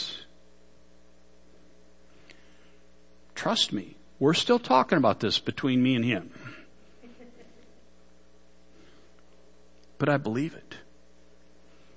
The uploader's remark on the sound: Worship Service